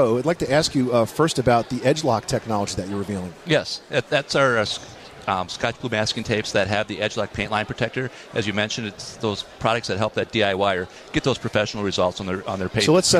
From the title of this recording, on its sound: Live from the 2012 National Hardware Show